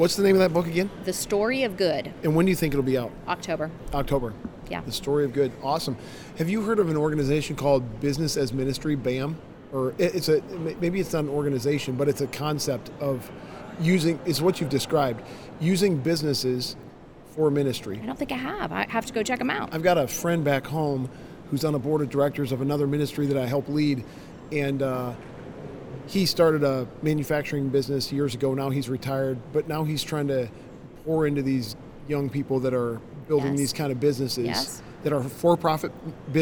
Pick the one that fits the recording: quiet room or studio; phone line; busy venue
busy venue